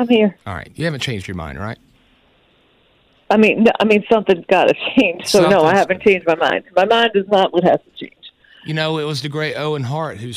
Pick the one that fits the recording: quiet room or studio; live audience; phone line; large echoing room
phone line